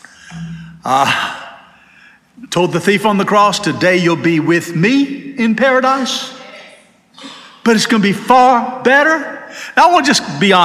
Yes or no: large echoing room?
yes